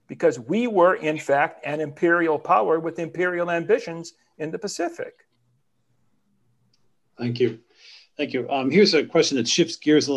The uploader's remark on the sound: A webinar panel